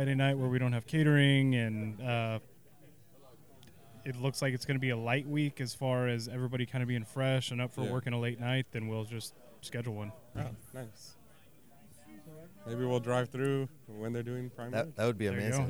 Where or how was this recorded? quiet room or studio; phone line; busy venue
busy venue